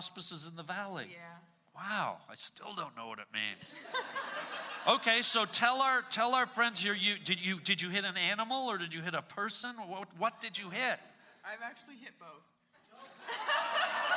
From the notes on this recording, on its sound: SPECIAL podcast recorded LIVE at ATC Podcast FESTIVAL! Recorded today's podcast in front of a live audience. Crowd interaction and a great comedy guest!